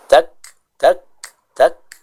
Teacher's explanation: suaranya terhenti dulu, baru setelah itu dikeluarkan sedikit hamasnya, tak tak tak, seperti itu. · Term: sifat hamas